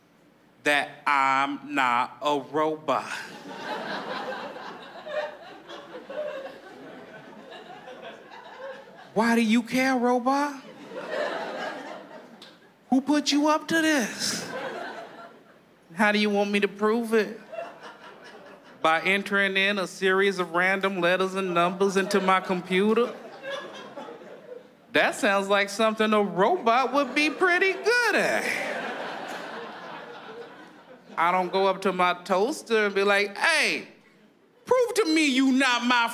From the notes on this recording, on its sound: stand up from the Just For Laughs Festival in 2014